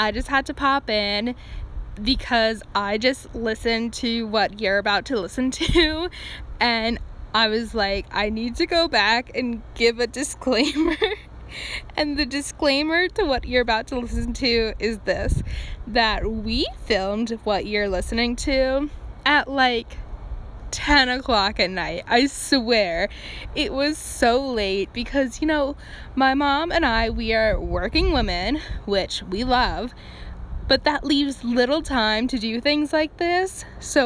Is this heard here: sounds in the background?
yes